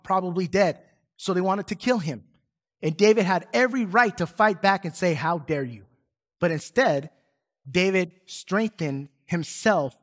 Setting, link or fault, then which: setting, large echoing room